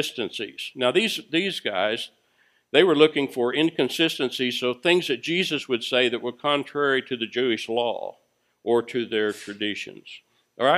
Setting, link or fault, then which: setting, large echoing room